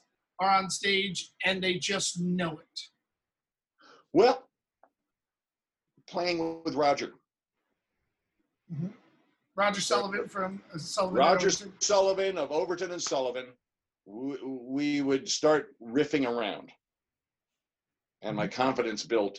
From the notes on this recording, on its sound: He dropped into the Zoom room